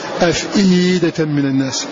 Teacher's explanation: أثبت ياء ساكنة بعد الهمزة المكسورة · Term: إثبات ياء ساكنة